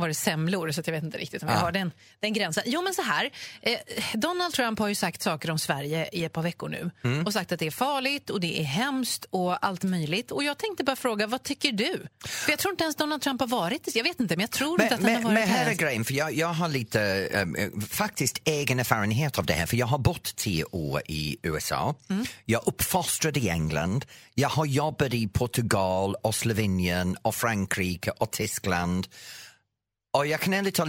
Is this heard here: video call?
no